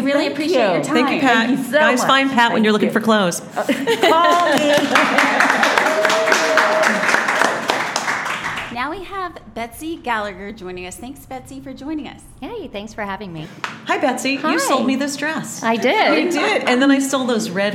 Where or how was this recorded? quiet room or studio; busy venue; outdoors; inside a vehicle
busy venue